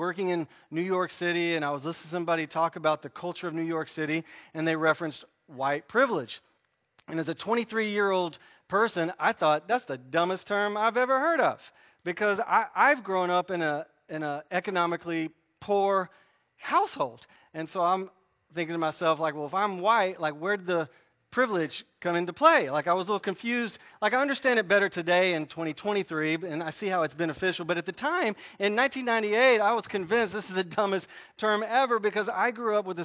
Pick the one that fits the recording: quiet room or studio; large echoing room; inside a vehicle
large echoing room